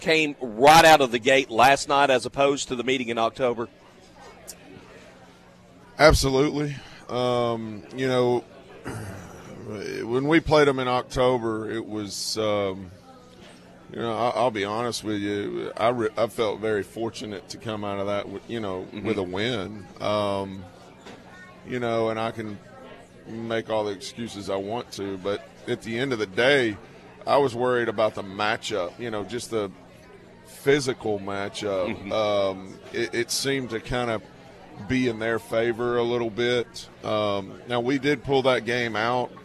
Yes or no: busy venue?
yes